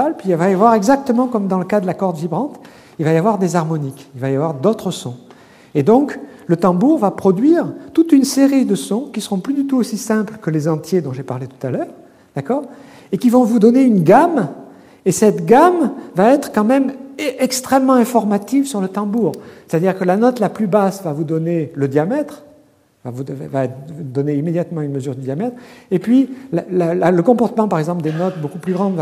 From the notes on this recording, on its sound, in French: Colloque de rentrée 2011 du Collège de France